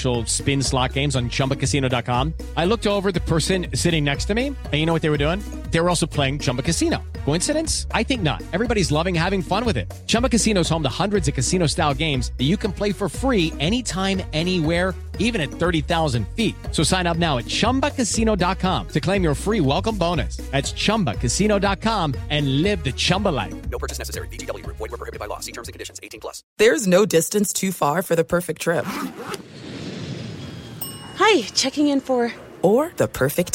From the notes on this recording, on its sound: Phone Tap